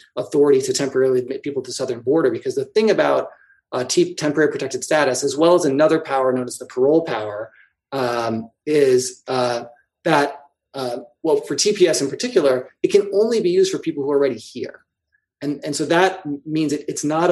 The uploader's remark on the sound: Today, we’re bringing you the audio from a recent webinar we co-hosted with the Classical Liberal Institute on the current immigration debate.